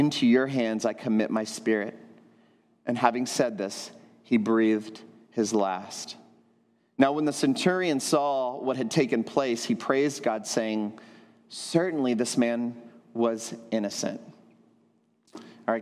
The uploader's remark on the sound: At Trinity Church, Puerto Rico.